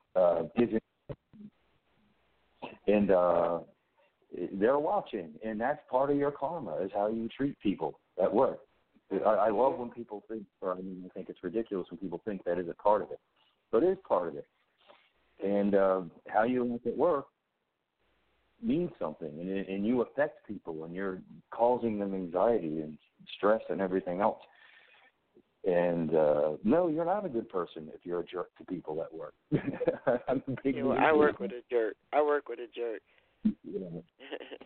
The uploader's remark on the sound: Opens the phone lines.